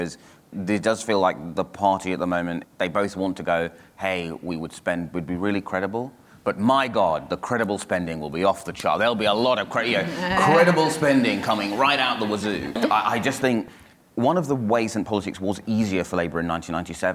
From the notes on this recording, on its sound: Host a live recording of the New Statesman podcast at the Labour Party Conference in Brighton. Then in You Ask Us they take live questions from the audience.